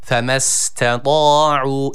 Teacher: Üstün hareke almış a sesi veriyoruz. Bir elif miktar uzatıyoruz.